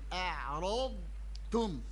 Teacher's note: صوت فوق ثم ينخفض الصوت للتاء